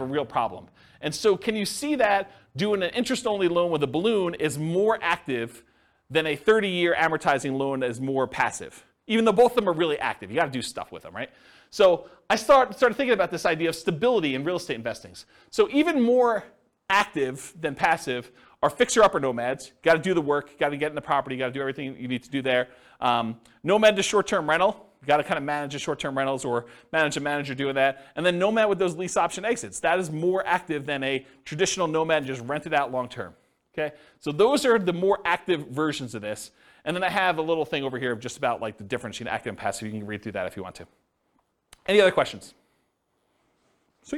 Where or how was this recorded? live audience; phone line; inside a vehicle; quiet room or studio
live audience